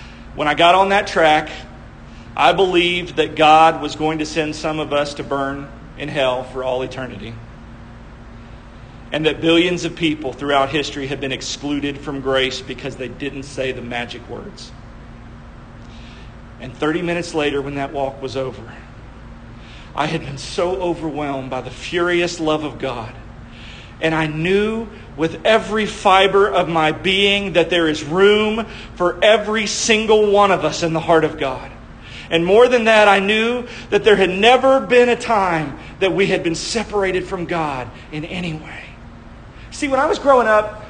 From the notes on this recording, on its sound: shared live at Eternal Hope Church in Mary Esther, FL